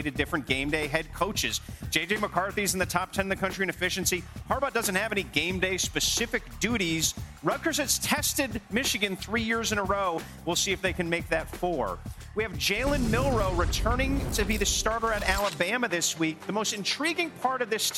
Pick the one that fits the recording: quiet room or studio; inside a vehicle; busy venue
busy venue